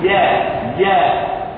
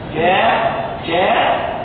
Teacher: ارى قبل الالف حرف مرقق رققت الالف، وارى كلمه كان الالف فيها ليس ترقيقه كترقيق يا يا. ارى في كلمه يا الالف مرققه اكثر من كا